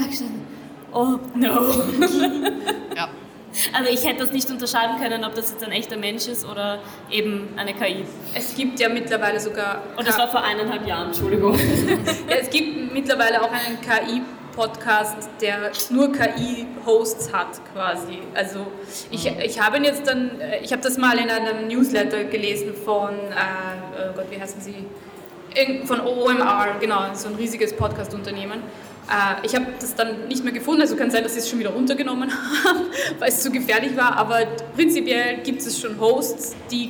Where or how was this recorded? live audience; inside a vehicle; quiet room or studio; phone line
live audience